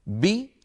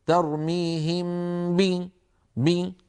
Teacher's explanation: هذه الباء لا غنة فيها · Shown in: first take